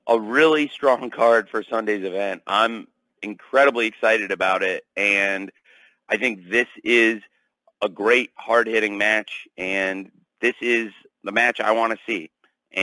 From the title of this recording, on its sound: Media Call